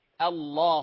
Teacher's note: لفظ الجلالة الله، الهمزة هنا مرققة